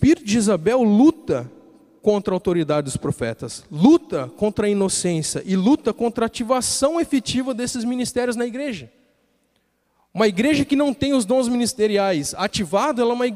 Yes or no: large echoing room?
yes